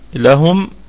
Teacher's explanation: أن لهم الكلمة كلها مرققة والميم ميم جمع ونقف عليها بوجه واحد بالسكون. لهم وتكون الميم في الدرجة الرابعة من درجات الغنة وهي مظهرة في الوقف وفي الوصل